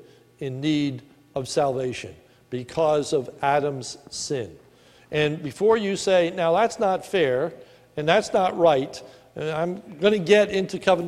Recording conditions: large echoing room